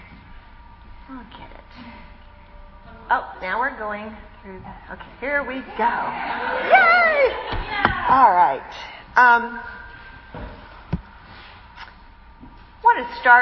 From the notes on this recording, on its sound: This powerful lesson was the keynote speech at our annual women's day event.